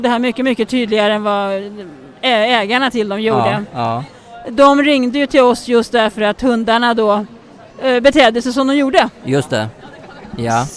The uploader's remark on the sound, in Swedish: Vi sänder Live från Harmoni Expo under hösten 2023.